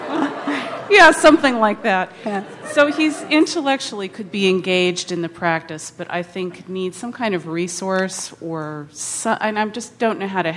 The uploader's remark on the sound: (Insight Meditation Community of Washington DC). Responds to questions from the sangha.